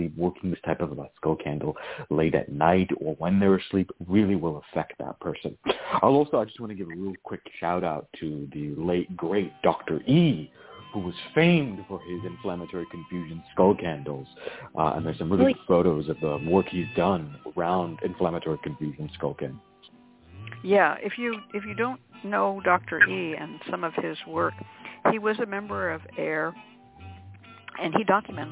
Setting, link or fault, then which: link, phone line